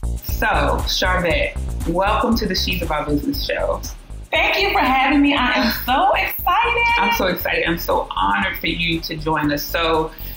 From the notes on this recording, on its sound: Please forgive the sound quality. Trying a new process.